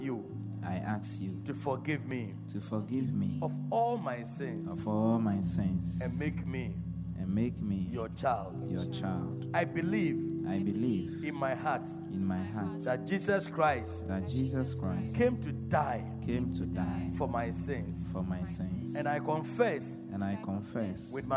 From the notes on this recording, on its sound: Preached at Loyalty House, Abbey, Dahwenya